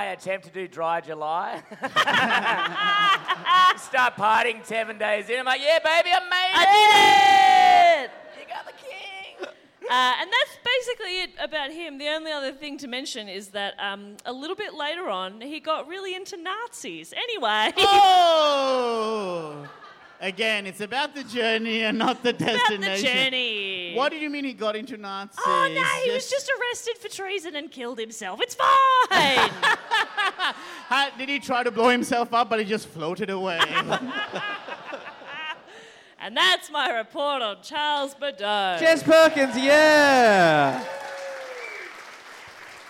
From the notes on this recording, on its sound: Our final episode from the Koh Samui International Podcast Festival